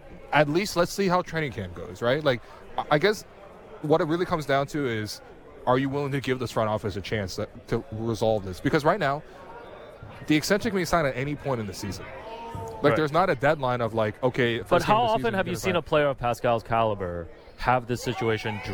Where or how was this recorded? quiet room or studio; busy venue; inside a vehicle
busy venue